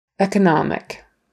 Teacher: The emphasis is on the second to the last syllable.